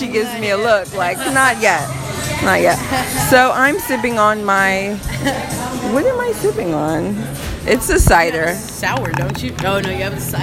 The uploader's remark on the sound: Live from Pie & Vine off Cypress.